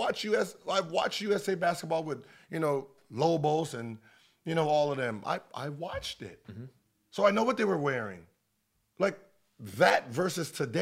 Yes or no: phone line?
no